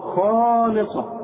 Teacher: واللام رؤيقة قوي والصاد مفخمة